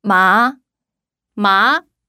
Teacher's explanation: 누가 옆에서 말했는데 잘 안 들릴 때 뭐라고 하죠? 네? 하듯이 끝을 확 올리잖아요. · Term: 이성